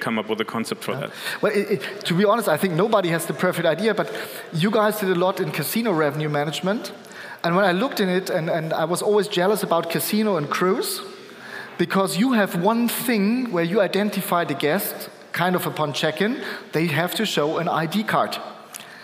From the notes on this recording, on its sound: Our main stage recording, powered by Duetto.